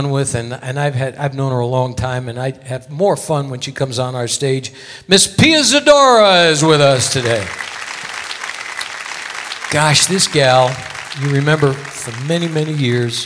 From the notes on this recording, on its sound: Live at the South Point Casino